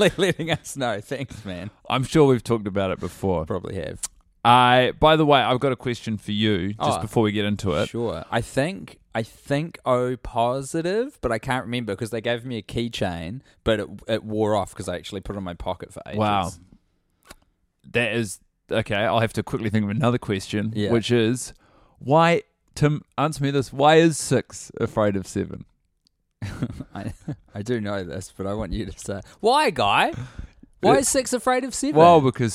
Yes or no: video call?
no